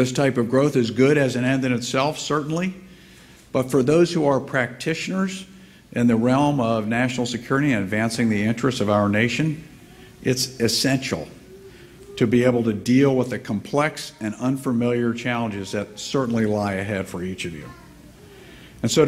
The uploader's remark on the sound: Gave the keynote address at IWP Commencement on May 18. 2019 at the Fairmont Hotel.